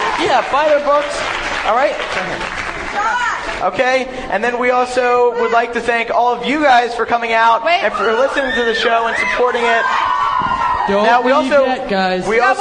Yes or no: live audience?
yes